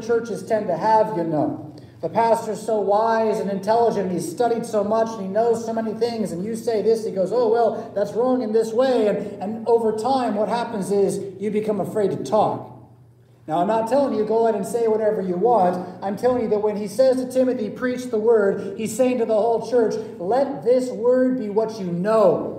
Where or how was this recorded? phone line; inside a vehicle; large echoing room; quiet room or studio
large echoing room